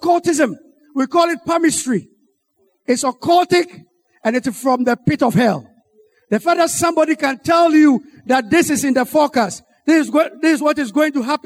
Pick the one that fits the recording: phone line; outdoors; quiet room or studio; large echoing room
large echoing room